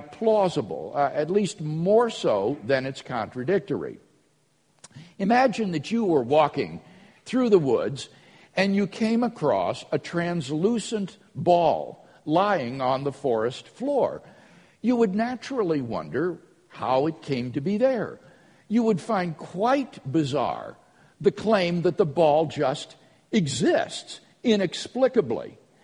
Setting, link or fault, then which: setting, large echoing room